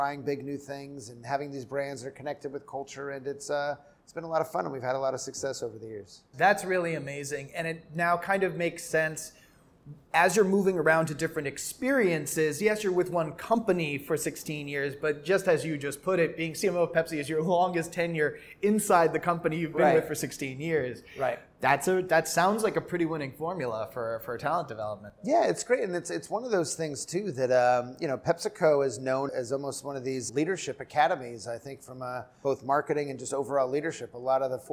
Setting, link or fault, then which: setting, busy venue